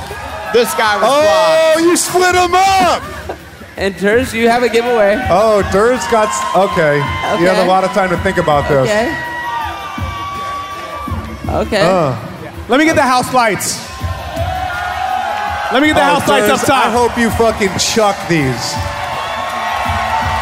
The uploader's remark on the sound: Live from St. Louis